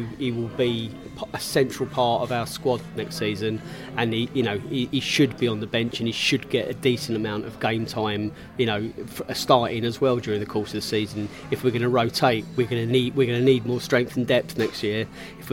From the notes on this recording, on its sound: Leeds Celebratory Pre-Bolton Podcast from The Pub.